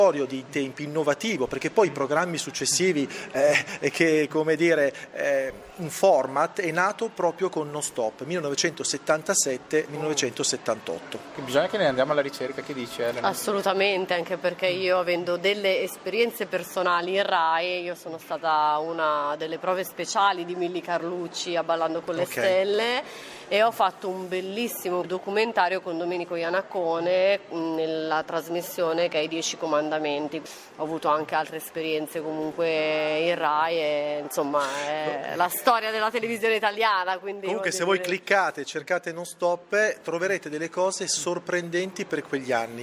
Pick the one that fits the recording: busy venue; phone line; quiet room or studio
busy venue